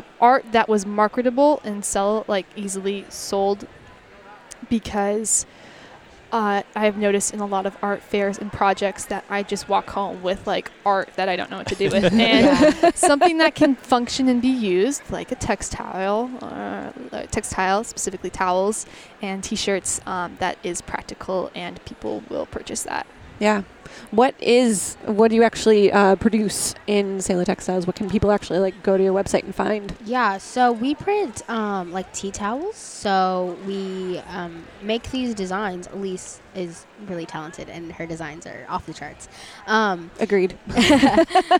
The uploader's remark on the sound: Live from LWML National Convention. Live from the LWML National Convention in Lexington, Kentucky.